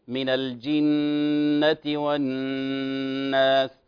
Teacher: في كلمة الجنة أيضا حرف غنة يغن بمقدار حركتين، من الجنة والناس، والغنة صوت جميل يخرج من الخيشوم كما تعلمون.